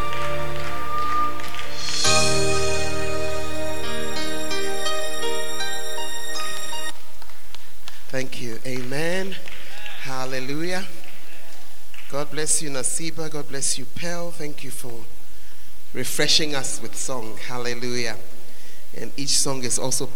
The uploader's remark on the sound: on Day 2 Evening at The Art of Evangelism Conference, CPIC-Dormaa Ahenkro